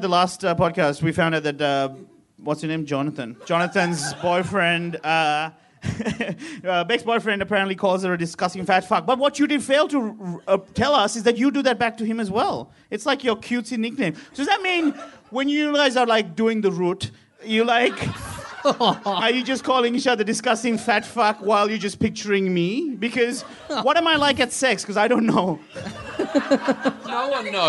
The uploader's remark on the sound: Live at The Producers Bar in Adelaide on March 15, 2015.